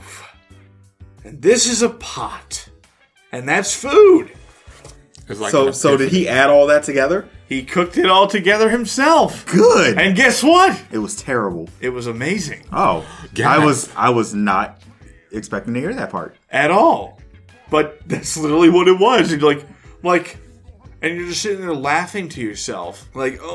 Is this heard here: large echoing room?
no